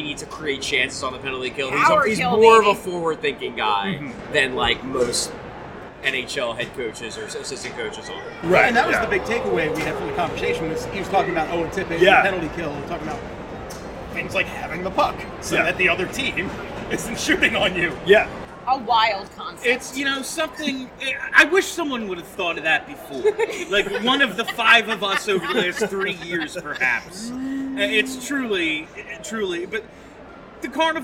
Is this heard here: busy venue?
yes